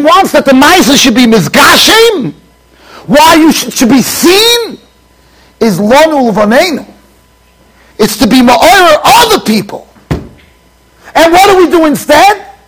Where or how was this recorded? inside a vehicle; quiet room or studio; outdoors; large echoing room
large echoing room